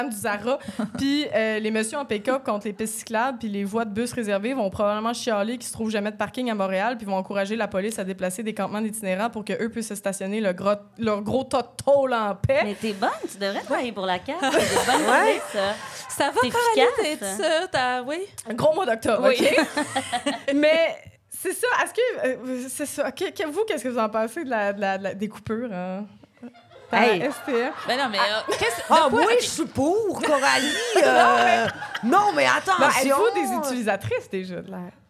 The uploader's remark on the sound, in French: Enregistré devant public à l'Idéal à Montréal.